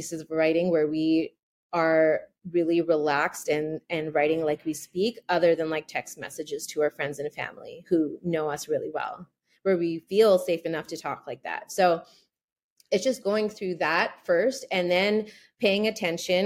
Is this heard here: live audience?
no